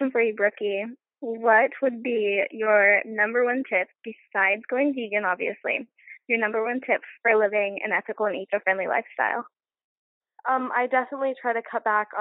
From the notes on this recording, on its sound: do a quick phone call with me